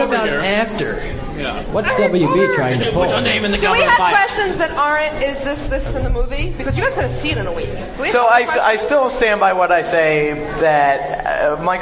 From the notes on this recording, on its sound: Our huge live show with PotterCast, recorded at Manhattan’s Union Square Barnes & Noble right after the premiere of Harry Potter and the Goblet of Fire . More than 500 fans came out to say hello; we all were downright terrified.